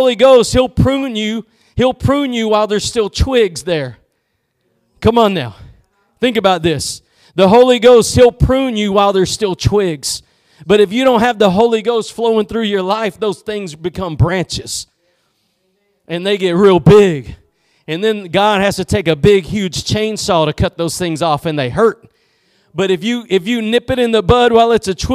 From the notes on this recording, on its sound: Preached at Gospel Lighthouse in Bossier City, La.